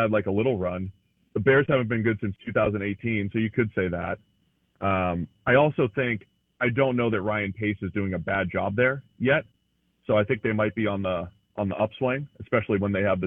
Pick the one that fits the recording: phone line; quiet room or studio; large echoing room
phone line